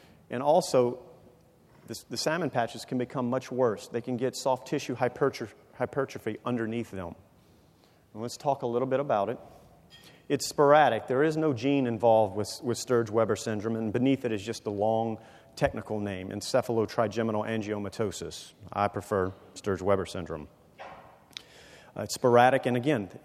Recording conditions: live audience